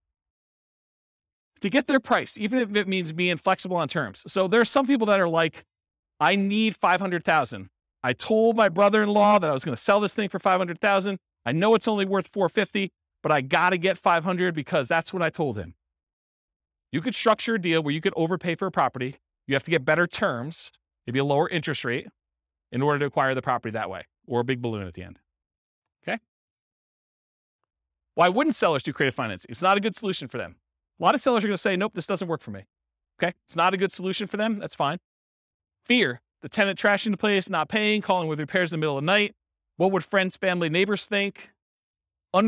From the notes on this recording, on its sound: Real estate entrepreneurs in Richardson, Texas. This was a live class recorded. Live in-person version.